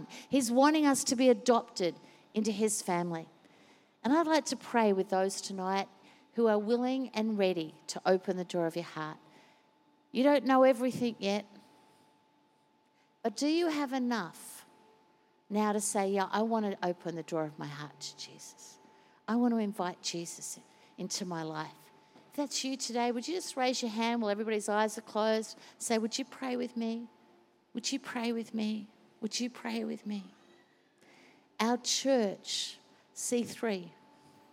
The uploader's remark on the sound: Recorded during our 5pm service